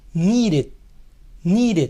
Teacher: La primera D suena como nuestra R, pues está en medio de dos vocales